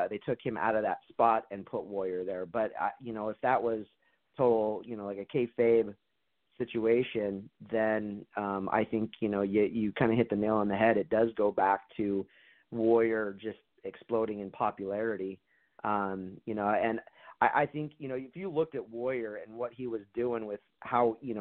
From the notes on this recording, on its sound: We take your calls LIVE on the air!